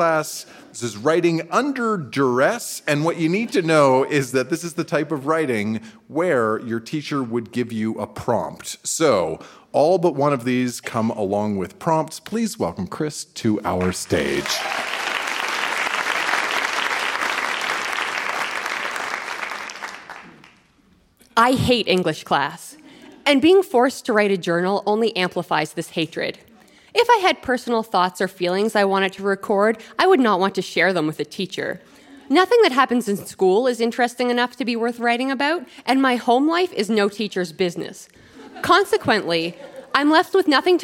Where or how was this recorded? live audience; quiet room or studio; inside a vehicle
live audience